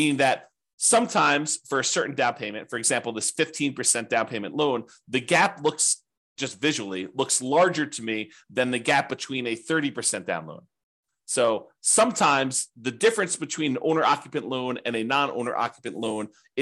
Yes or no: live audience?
no